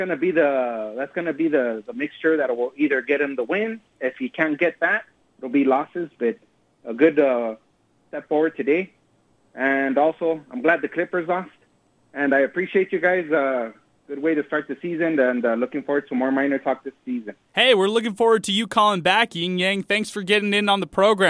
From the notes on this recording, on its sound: take phone calls from UTEP fans after the game